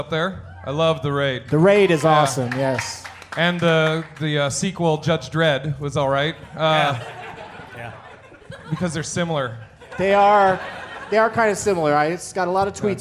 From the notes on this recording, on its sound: From Parlor Live in Bellevue WA